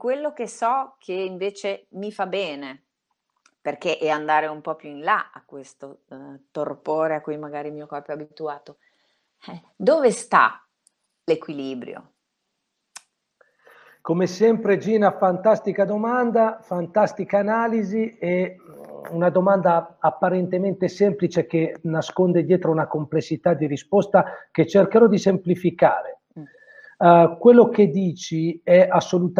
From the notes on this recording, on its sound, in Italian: Audio pillole webinar.